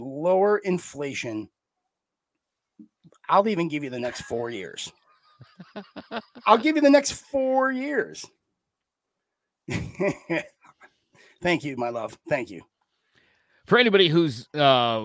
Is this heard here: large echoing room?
no